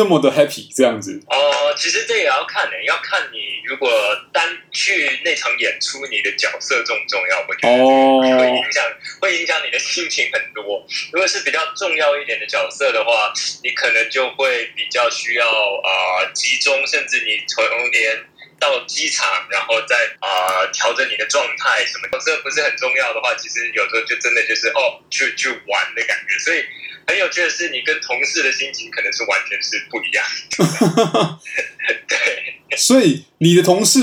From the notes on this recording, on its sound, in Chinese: 本集白噪音指數：0/5。音質不一定清澈。